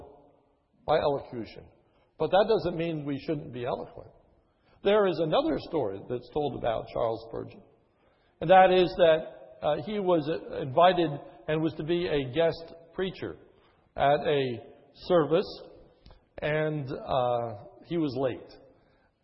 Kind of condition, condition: setting, large echoing room